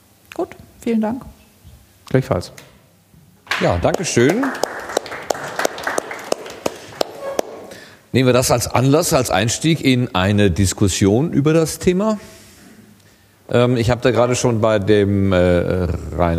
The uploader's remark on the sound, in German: Begann die eigentiche inhaltliche Arbeit beim #ganzohr2014-Podcastertreffen. Live vor Publikum.